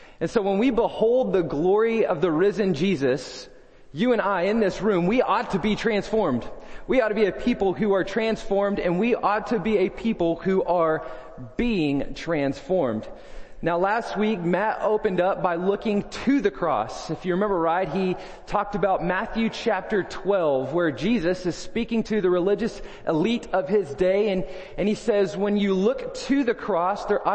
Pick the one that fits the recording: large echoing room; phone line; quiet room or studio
large echoing room